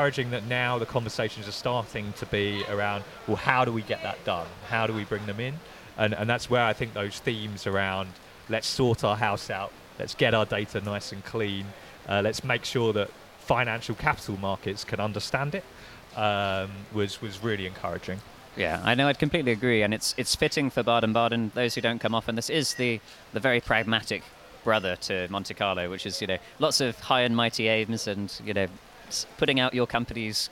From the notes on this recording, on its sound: Filmed on location outside of Leo's bar. This year's Baden-Baden Reinsurance Meeting.